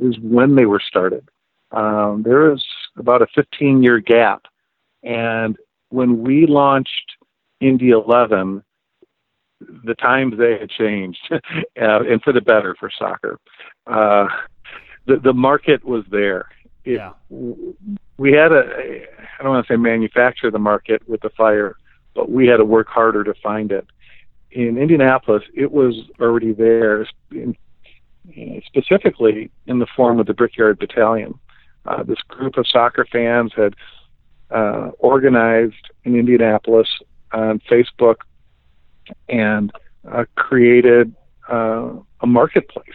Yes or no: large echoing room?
no